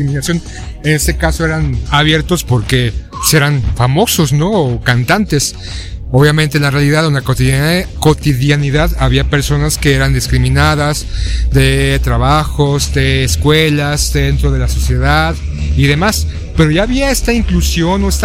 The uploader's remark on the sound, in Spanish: En este episodio caminamos y grabamos durante horas.